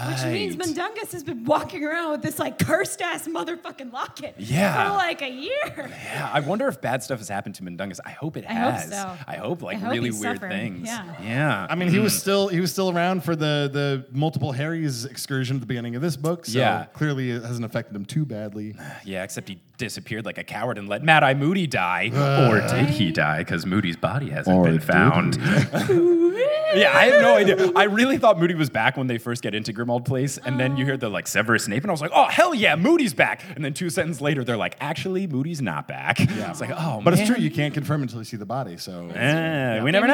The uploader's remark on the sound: LIVE IN SEATTLE. A super fun Q&A session with the audience!